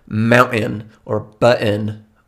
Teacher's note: when you omit the T sound completely, don't replace it with a soft E, it's almost as if there's like a pause or a hyphen in the middle of your word